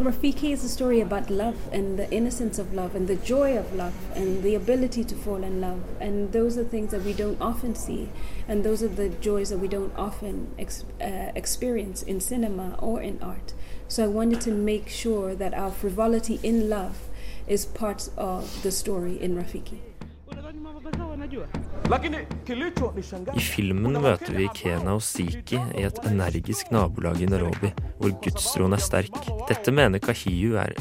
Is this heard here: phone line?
no